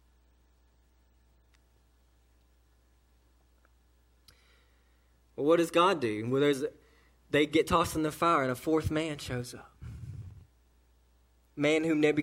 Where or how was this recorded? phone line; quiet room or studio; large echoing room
large echoing room